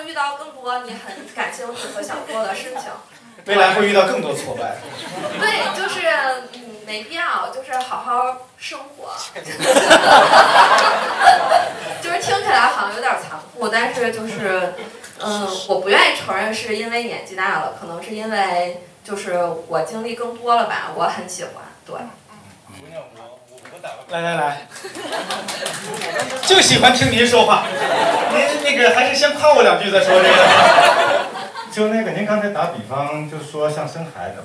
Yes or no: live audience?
yes